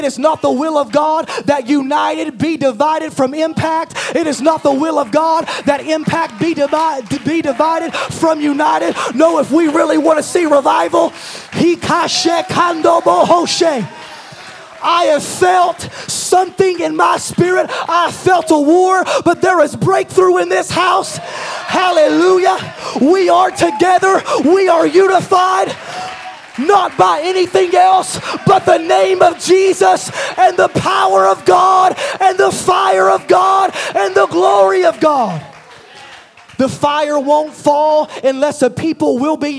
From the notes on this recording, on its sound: at a combined service for United Young Adults and Impact Youth Ministries